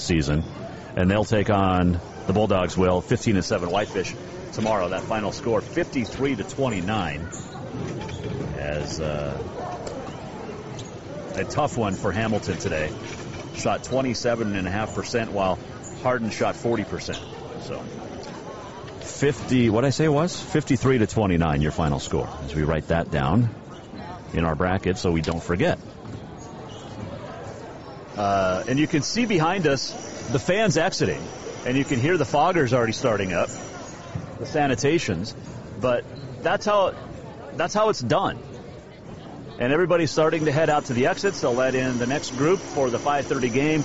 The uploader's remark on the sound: Live from Day 3 at the State A Combined at Great Falls.